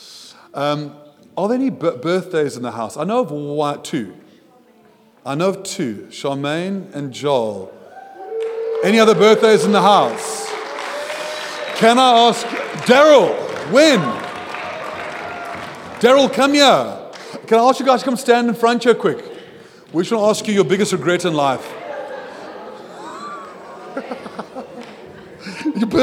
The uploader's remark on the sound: at Joshua Generation Church Milnerton congregation